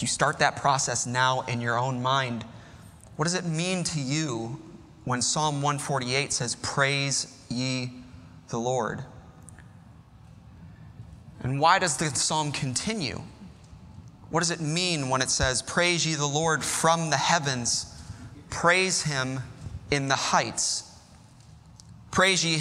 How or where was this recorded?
large echoing room